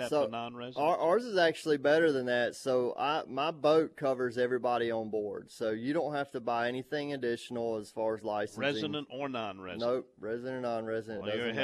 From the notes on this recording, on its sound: on location at Scott's Marine in Alberta, Alabama.